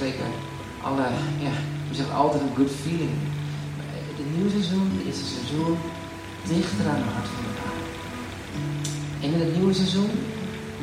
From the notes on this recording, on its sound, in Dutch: Wegens omstandigheden met een telefoon opgenomen